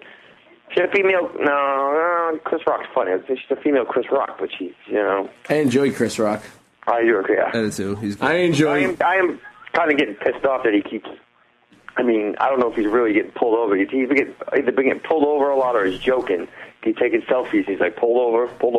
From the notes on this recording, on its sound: Live in studio. Calling live from Bermuda.